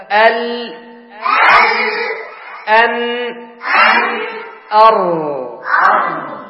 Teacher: الراء كان الوسط بين مخرج اللام وبين مخرج النون